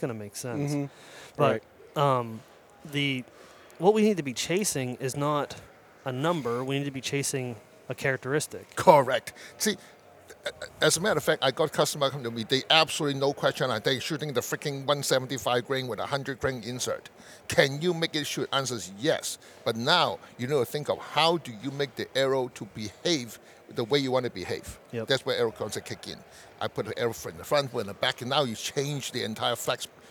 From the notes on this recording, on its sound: This recording takes place before morning #4 of the Great American Outdoor Show in Harrisburg, PA.